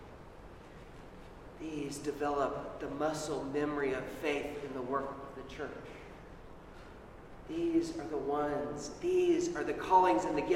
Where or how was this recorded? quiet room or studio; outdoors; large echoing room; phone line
large echoing room